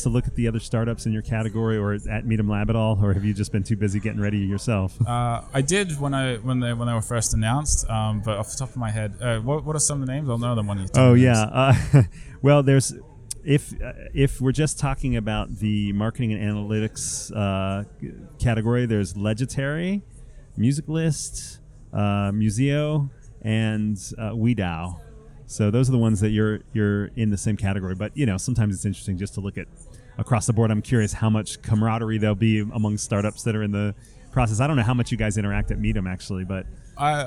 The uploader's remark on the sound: MidemTectonics coverage. Recording interviews on the spot in Cannes!